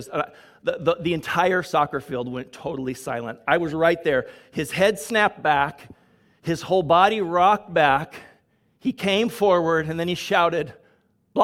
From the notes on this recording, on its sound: Grace Church of La Verne.